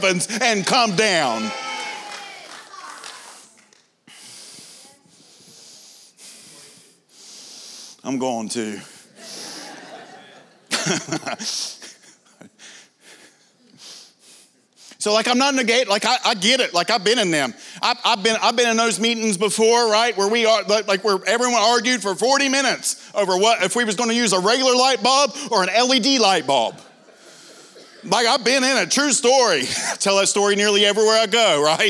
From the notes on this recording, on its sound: This is from the TUE Evening session from the 2023 conference.